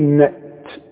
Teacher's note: التاء لا تقلقن، وده مش وقف، وطلع شوية هوا كده علشان تطلع التاء، لان التاء من حروف الهمس، تقول نأت اوعى تقلقنها.